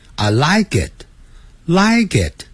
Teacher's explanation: like 跟 it 这个 it 短元音就会产生连音